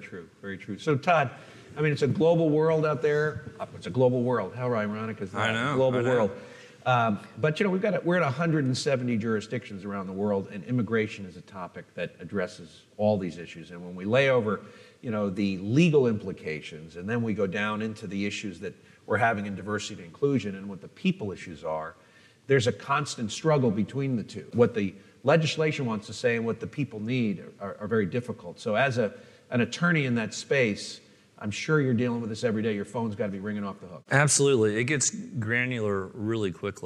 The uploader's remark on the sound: Hear from some of our speakers at the 2019 ELA Global Membership Conference.